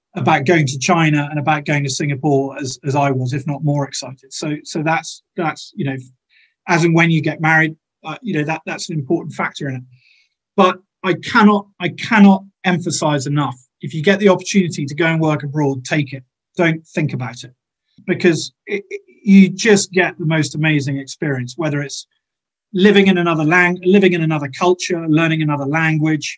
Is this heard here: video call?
yes